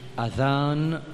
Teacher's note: Sa vraie prononciation, c'est Adhan avec Zal qui nous prononce dans bout de la langue. Mais en créole, nous y dit Adhan.